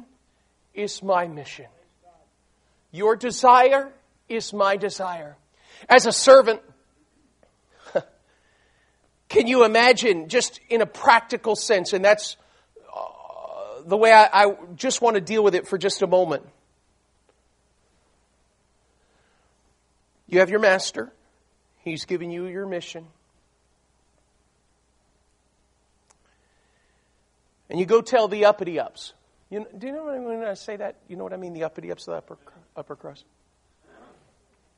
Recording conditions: large echoing room